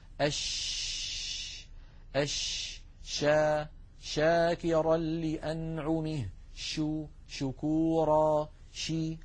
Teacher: فهكذا نجد بأن الشين لا ينقفل المخرج عند النطق بها، بل يبقى مفتوحا يمر منه الصوت